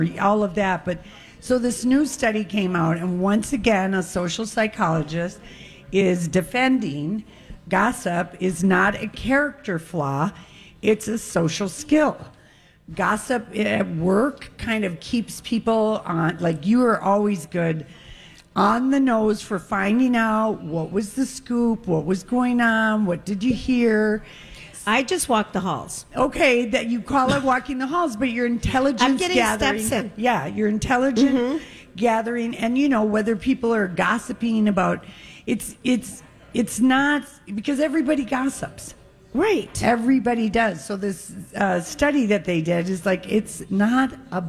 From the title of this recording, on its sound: Live from Gay 90s